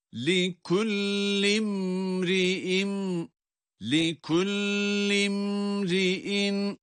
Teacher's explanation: burada لِكُلِّ derken şeddellamı tutmuyoruz. Tutmamaya da dikkat edeceğiz.